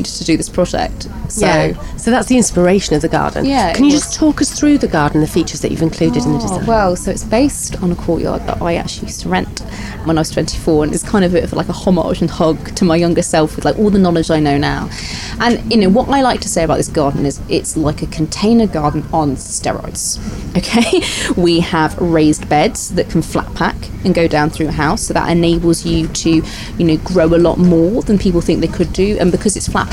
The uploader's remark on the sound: RHS Hampton Court Palace Garden Festival 2023. We’re taking you inside the Floral Marquee and Festival of Roses to get advice from the UK’s best nurseries.